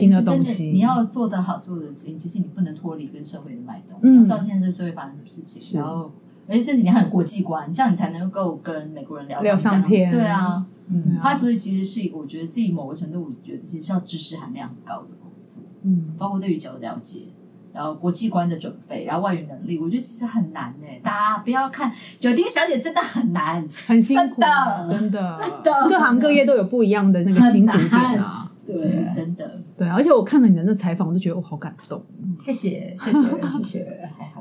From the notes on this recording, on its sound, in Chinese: 本集聲音會有些雜音。